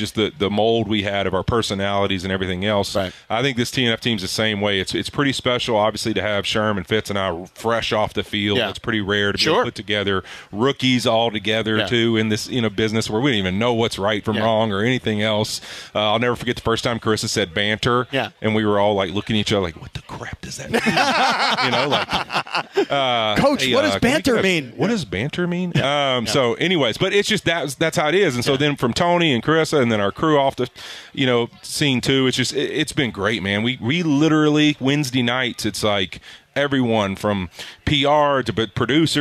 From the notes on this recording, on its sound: Live From Covina. The crew is live from 7/11 in Covina! The COT and the 626 represent at the 7/11 live remote for LIT!